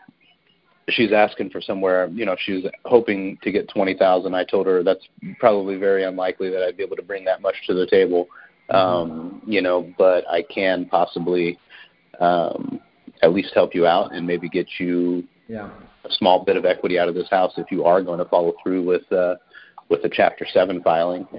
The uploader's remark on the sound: Q&A Call